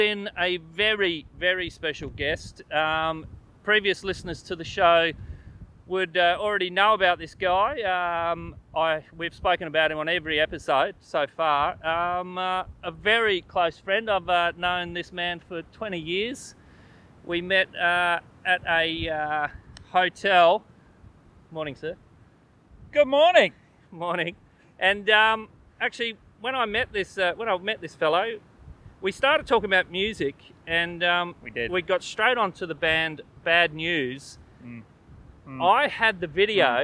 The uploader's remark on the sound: This week Good Bad Weird filmed outside by the ocean at Bulli beach.